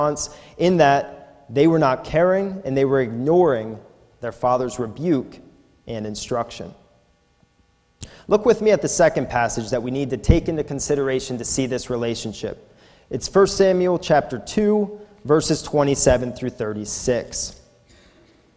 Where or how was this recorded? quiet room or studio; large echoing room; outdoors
large echoing room